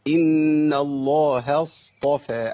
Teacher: اللام عندي لام مفخمة، إن الله الهاء مرققة، إن الله الصاد مفخمة